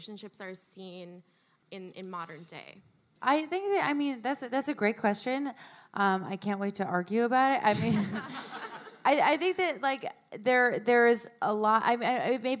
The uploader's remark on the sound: live at the Brooklyn Podcast Festival!